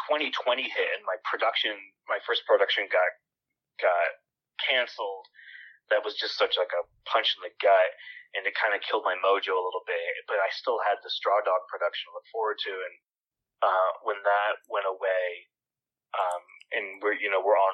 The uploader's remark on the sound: over the phone